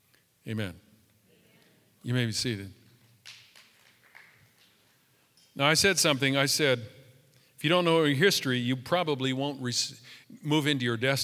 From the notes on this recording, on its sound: Live from our in Person 11am Service on October 04, 2020.